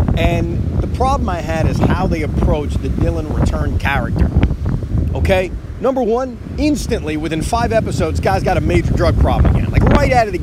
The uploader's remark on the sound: Recorded from a beach in North Carolina